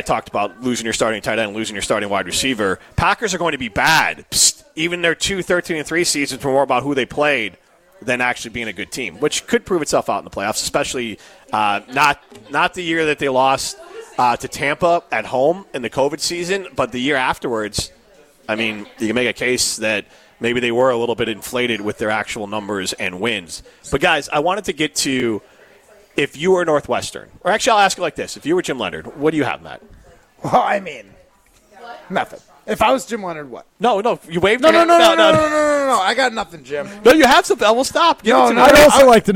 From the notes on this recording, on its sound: live from Ruth's Chris Steakhouse in Middleton